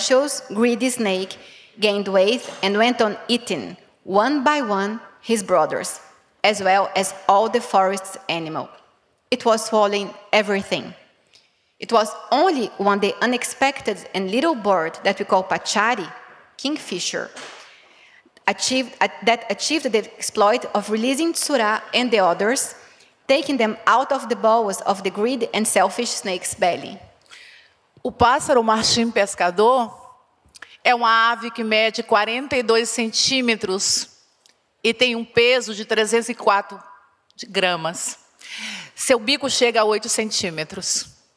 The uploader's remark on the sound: This audio file is an excerpt from ChangeNOW 2022, The World's largest event for the planet, held May 19-21.